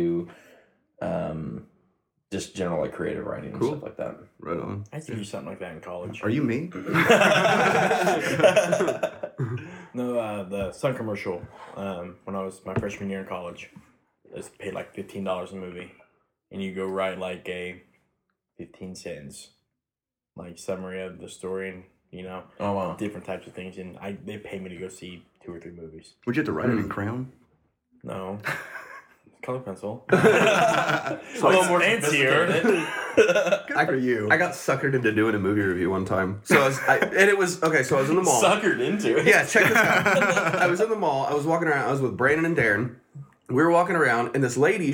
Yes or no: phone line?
no